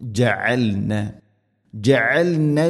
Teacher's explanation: ജഅൽന ഐൻ തൊണ്ടയുടെ മധ്യഭാഗം.